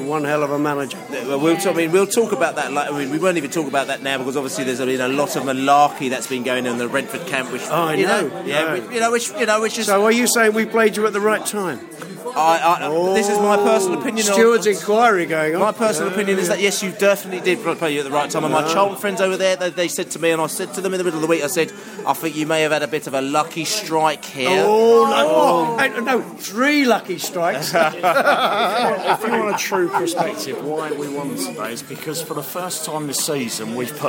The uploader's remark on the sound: post match podcast from the pub